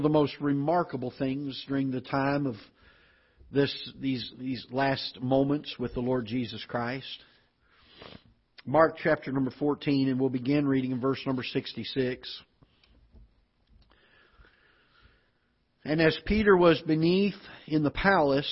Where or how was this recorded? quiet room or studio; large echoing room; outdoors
large echoing room